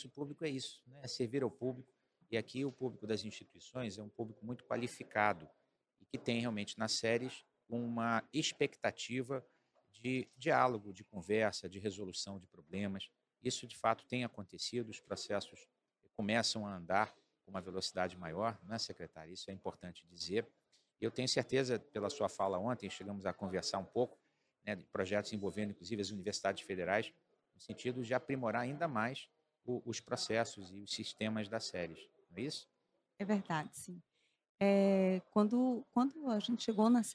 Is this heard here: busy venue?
yes